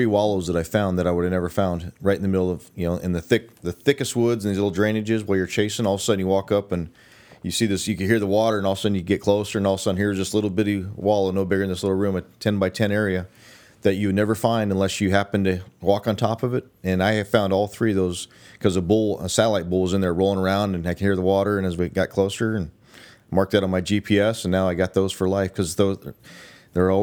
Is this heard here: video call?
no